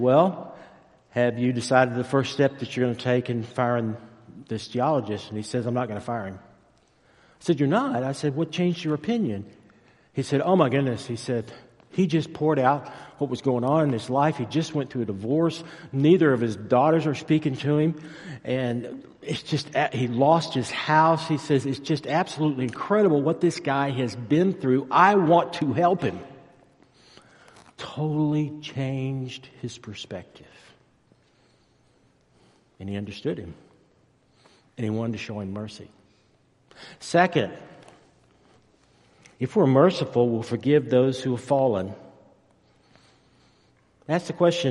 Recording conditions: large echoing room